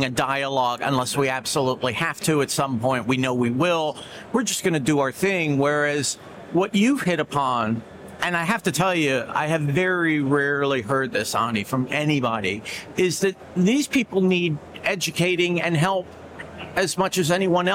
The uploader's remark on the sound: LIVE FROM MONEY 20/20 EUROPE